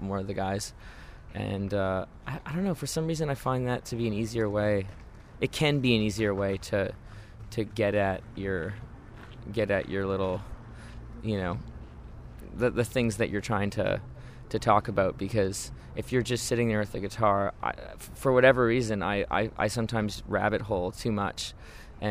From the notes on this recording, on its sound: Sun Yat-Sen Classical Chinese Garden, which was a perfect place for a chat. Enjoyed the tranquility of the first Chinese or "scholars" garden built outside of China, we did the interview.